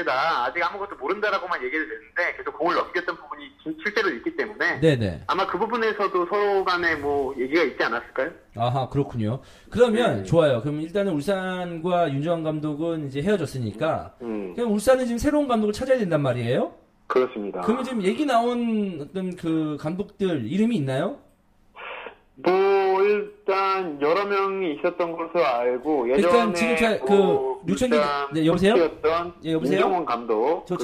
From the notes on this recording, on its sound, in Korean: 울산 관계자와 신속한 전화연결.